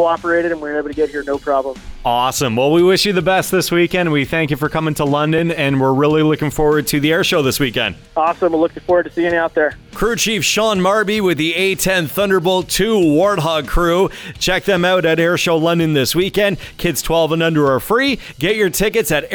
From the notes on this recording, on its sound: Live From Airshow London 2018. Broadcasted live from the kick-off of airshow London and had a chance to talk with many pilots.